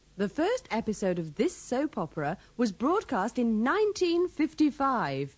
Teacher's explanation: remember to put the stress on the first E of episode